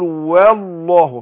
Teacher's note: وبعدين ارقق الواو وفخم لام اللام في لفظ الله · Term: تفخيم لفظ الجلاله